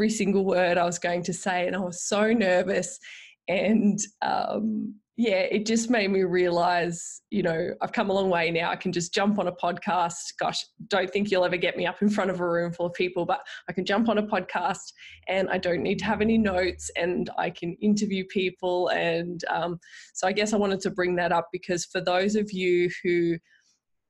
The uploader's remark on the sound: originally a recorded webinar